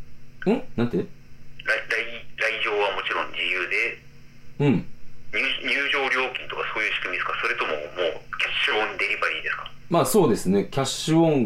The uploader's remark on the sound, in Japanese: 苦肉の策のテレフォンショッキング収録